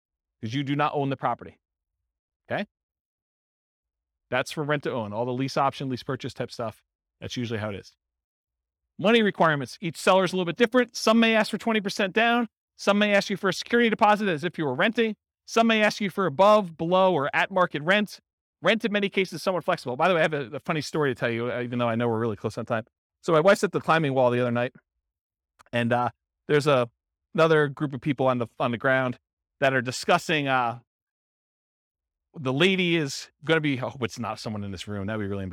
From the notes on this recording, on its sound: This was a live class recorded